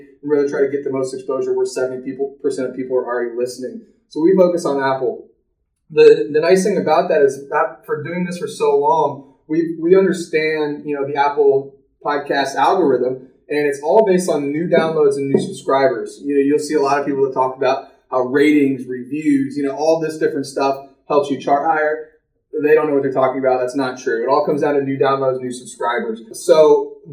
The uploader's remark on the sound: Please forgive the hollow sound! This was a You Tube video... New microphone on the way!